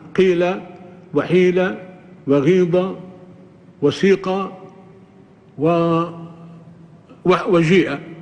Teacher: يعني ضم الشفتين كأنه يهم بالضمة ولا ينطق بالضمة، للإشارة إلى أن الأصل في حركة القاف الضم. · Term: الإشمام